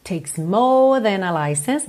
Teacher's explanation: percebe que eu alongo esse O, ok? Para não enrolar a língua no R.